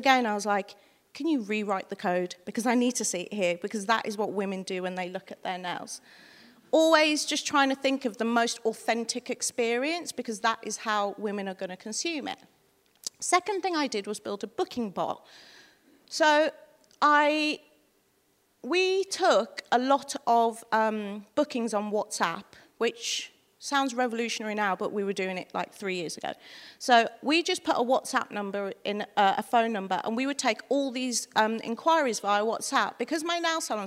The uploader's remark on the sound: Recorded live at the Tabernacle in London's Notting Hill on 23rd September 2019.